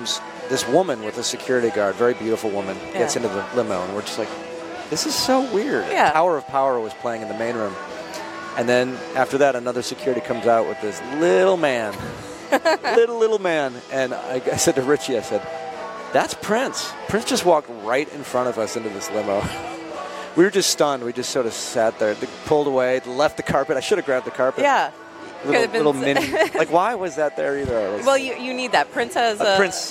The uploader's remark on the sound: Recorded live at SXSW in Austin, Texas.